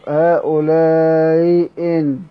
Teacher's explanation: تحقيق الأولى وتسهيل الثانية